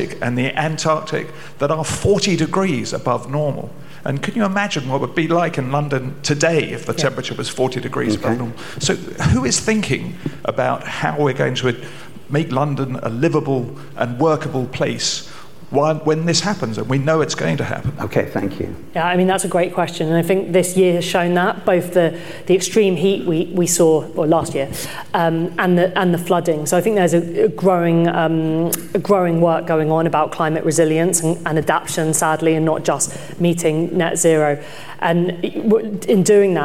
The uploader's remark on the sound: Given to an audience of 300 at RIBA in Portland Place.